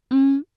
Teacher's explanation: 舌根迅速的抬起接近软腭，同时软腭下垂，打开鼻腔通道，气流从鼻腔流出，形成后鼻音嗯。那发音结束啊，舌根保持抬起的状态。另外像翁啊，先发韵腹哦，然后舌头后缩，软腭下降，用舌根抵住软腭，气流从鼻腔通过，归音到嗯，唇形始终是拢圆的。那说完了他们俩的发音，我们最后再来梳理一下和前鼻音有哪些区分啊。比如说铃，那对应的是音，那比如说我们读林啊，姓林的林，这个前鼻音呢，大家感觉到它的发音部位明显的靠前，那舌尖抵住上齿龈，安、恩、音，而后鼻音发音的时候部位靠后，昂、恩、英、翁，口型大小也不太一样。比如前鼻音呢，口型相对比较扁比较窄，比如音，哎，这个嘴唇微微张开就可以了。而发后鼻音的时候，相对来说要较圆较开，比如鹰，哎，这个嘴巴明显是稍微大一些的。翁，嘴唇始终是拢圆的。而发音特